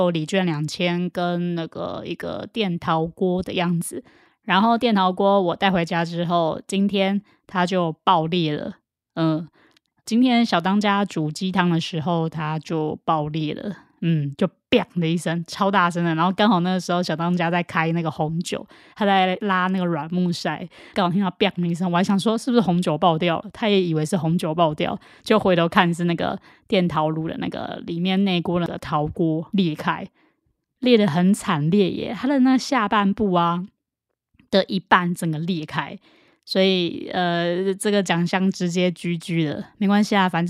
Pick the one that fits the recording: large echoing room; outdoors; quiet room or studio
quiet room or studio